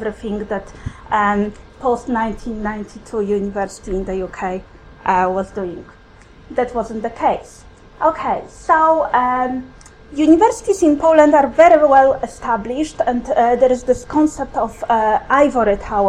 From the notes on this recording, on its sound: Speaks at SRHE International Research and Researchers Network Event - Migration and academic acculturation.